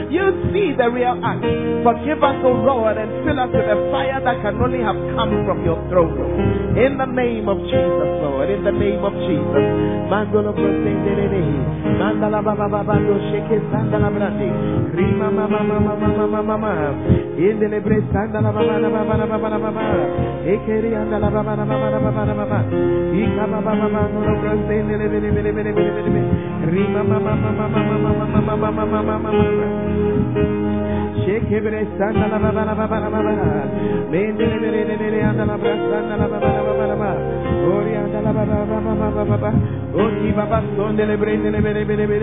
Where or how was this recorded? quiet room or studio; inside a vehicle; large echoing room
large echoing room